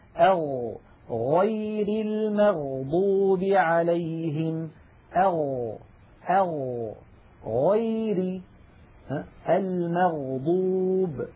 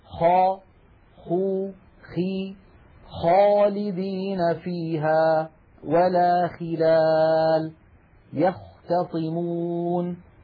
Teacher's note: ومن أدنى الحلق، يعني من أقرب منطقة من الحلق إلى الشفتين، حرفان هما الغين والخاء